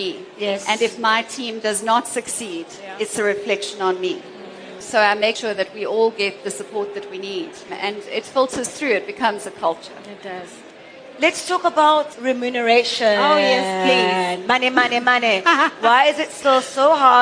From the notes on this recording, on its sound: during this #FutureCEOs LeaderEx panel discussion